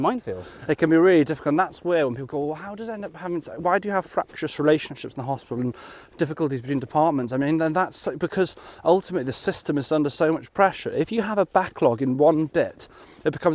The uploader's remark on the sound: a beautiful snowy stomp in Greenwich Park